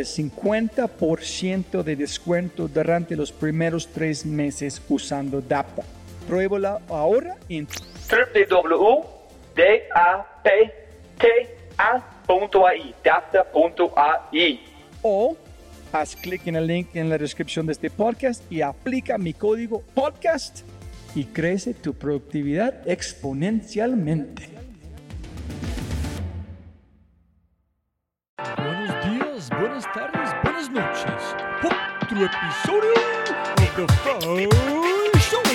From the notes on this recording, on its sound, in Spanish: Grabamos este podcast en uno de los lugares más gloriosos de Colombia, la playa de Costeño Beach en Santa Marta. Grabamos esta conversación tendida en la playa frente a su casa, mirando el mar.